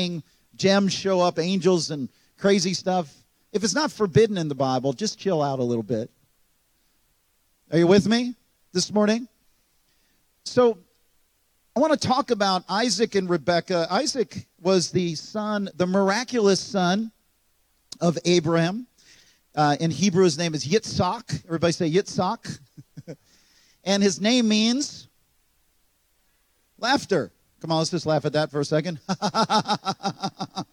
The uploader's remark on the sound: This message was recorded on March 26, 2023, at Gateway Church in Richmond, Indiana.